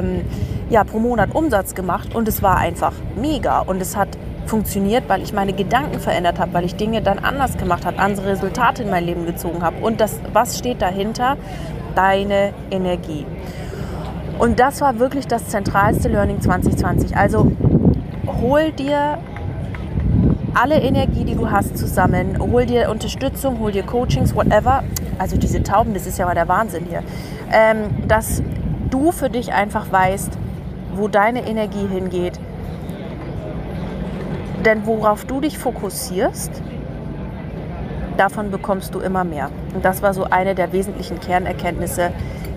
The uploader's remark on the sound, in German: Eine Folge aus Venedig. Die ich an meinem Geburtstag direkt am Meer in Venedig aufgenommen habe. Das Ganze habe ich Tiramisu essend und Cappuccino trinkend am Wasser für Euch aufgenommen. Diese herrliche Atmosphäre und Vibe kommt so in der Folge rüber.